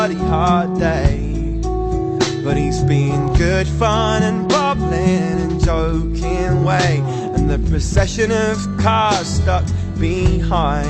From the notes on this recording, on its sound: Live at Folly Farm